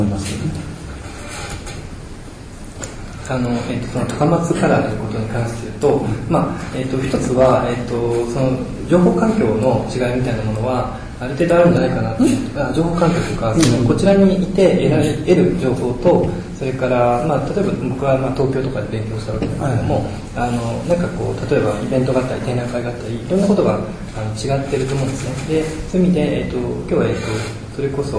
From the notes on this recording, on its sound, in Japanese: …研究室作品展「the horizon」公開収録。今日は、京都で行なわれている京都大学…研究室の展覧会会場から公開収録を行ないます。